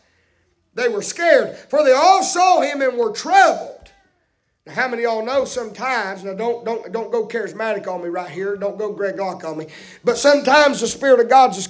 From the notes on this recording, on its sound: preaching live from Still Water Baptist Church